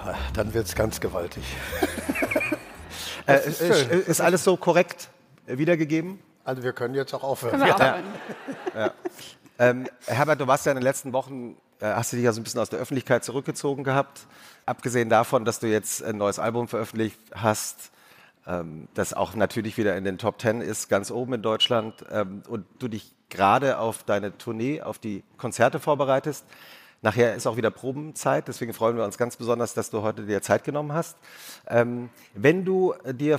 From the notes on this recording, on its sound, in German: Diese Folge wurde im April 2023 vor Publikum während des ZEIT ONLINE Podcast-Festivals im Berliner Westhafen aufgenommen.